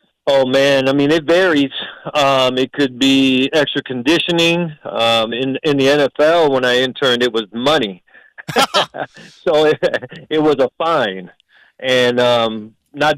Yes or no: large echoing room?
no